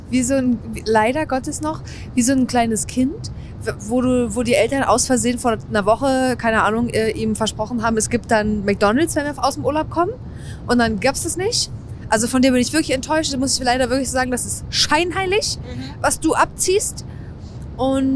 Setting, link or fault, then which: setting, inside a vehicle